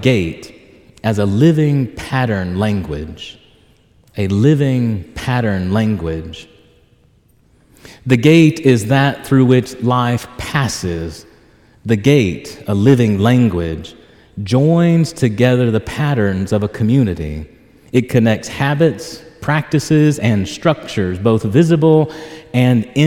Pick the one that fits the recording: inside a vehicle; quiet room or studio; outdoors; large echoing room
large echoing room